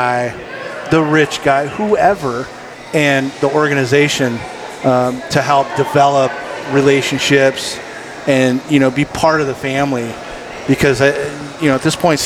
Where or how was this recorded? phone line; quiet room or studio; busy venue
busy venue